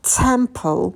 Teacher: На «т» добавляем придыхание, потом идет звук «э». Улыбаемся, держим оскал, рот минимально открываем.